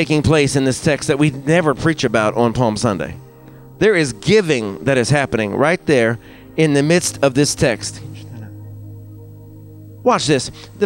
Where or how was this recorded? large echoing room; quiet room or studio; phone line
large echoing room